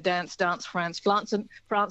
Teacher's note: the general American English has the flat at sound there